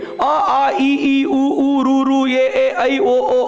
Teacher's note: ಇ ಉ ಉ ರು ಎ ಎ ಐ ಓ ಓ ಔ ಅಂತ ಹೇಳಬೇಕಾದಾಗ ಒಳಗಿಂದ ಬಂದಿರೋ ಗಾಳಿಯನ್ನು ತಡೆಯೋರು ಯಾರೂ ಇಲ್ಲ ಒಳಗೆ ಹೋಗ್ತಿರುತ್ತಷ್ಟೇ ಅದು ಹೀಗಾಗಿ ಸ್ವರಗಳನ್ನ ಮೂಗ ಕೂಡ ಉಚ್ಚರಿಸಬಲ್ಲ ಅವುಗಳನ್ನು ಸ್ವರಗಳು ಅಂತ